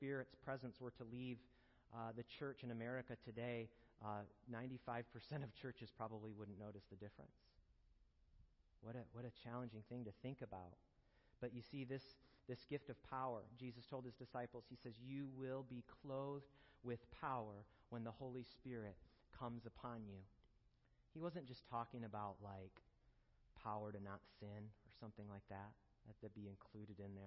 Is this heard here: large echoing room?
yes